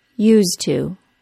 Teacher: first the D sound in the middle gets dropped. Used to becomes used to.